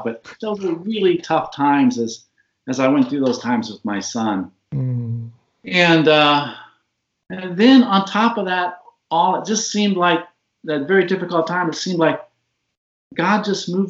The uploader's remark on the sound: I recently got a chance to Skype.